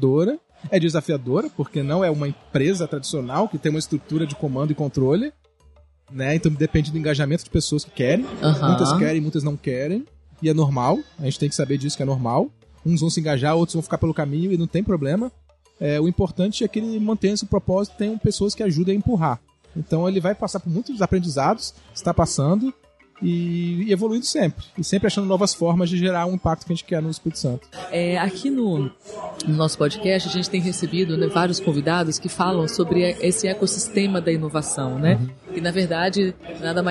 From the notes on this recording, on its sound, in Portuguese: Episódio gravado no evento "Sebrae - Circuito Startup Summit Espírito Santo", realizado em dezembro de 2019.